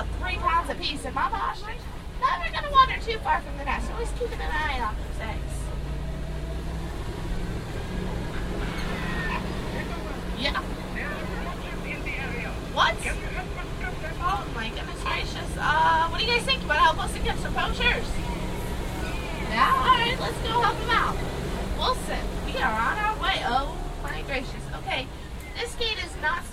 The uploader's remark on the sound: Listen to a ride through of the Kilimanjaro Safari ride as a bonus audio feature.